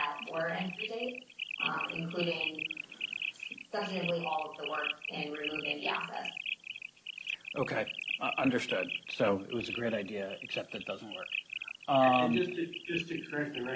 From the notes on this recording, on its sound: Audio of hearing held in the Yellow Corp. bankruptcy proceedings pending in Delaware. The hearing starts approximately 2 minutes and 20 seconds into the recording. Sorry about the sound... The audio recording is the official court audio and was posted this way to the court's docket.